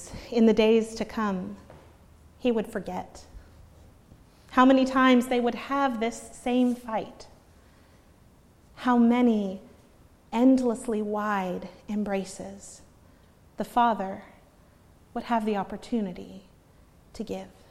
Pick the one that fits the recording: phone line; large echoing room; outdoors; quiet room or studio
large echoing room